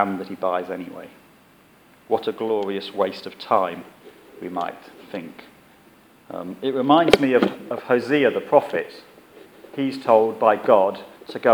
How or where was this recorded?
large echoing room